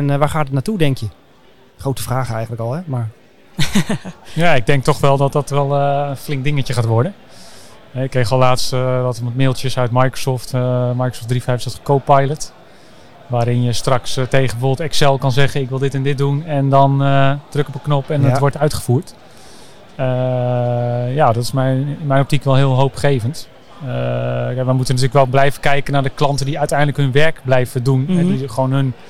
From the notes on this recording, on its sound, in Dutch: Live vanaf ESET Inspire!